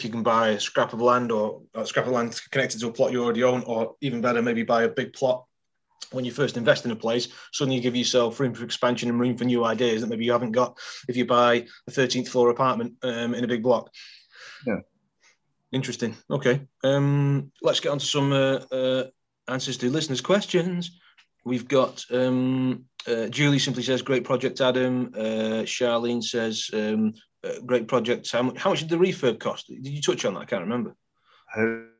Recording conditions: video call